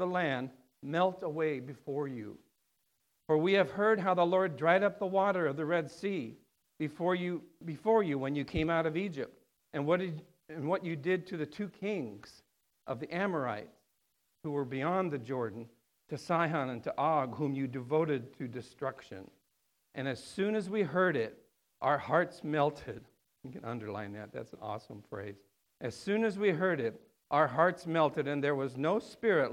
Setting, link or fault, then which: setting, large echoing room